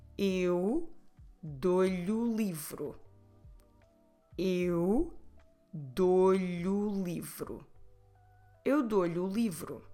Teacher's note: Lhe ends with é, em português. O, the following word, is a vowel. So we must run these two together when we speak.